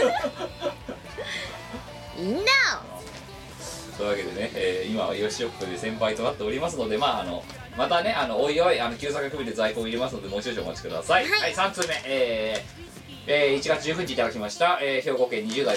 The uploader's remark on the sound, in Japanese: 収録時の機材トラブルか、全体的にノイズが乗っています。ある程度対処してはおりますが、トーク部分にかかったものは、ほぼそのままとなっております。